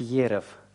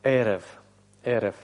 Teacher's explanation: айн не нужно произносить как йод · Shown in: second take · То есть не следует говорить ерев, а эрев.